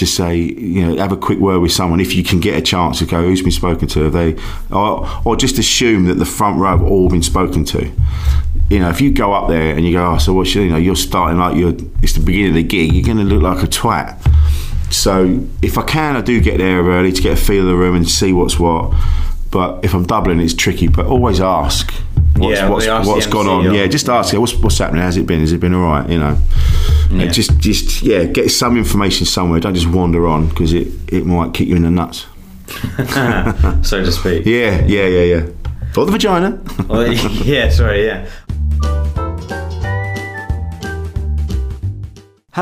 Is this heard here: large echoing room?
no